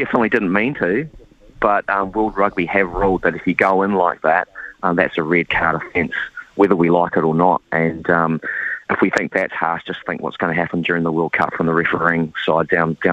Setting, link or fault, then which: link, phone line